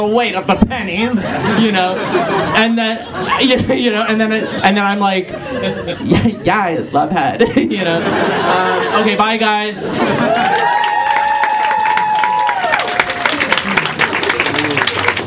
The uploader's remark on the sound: Another live show!